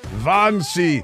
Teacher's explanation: in Germany, Wannsee is pronounced with a V